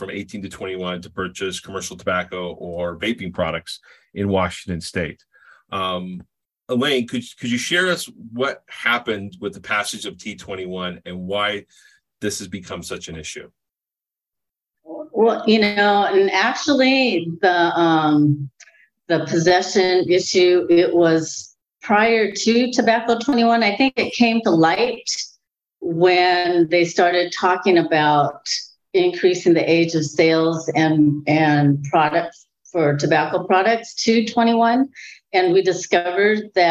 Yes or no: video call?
yes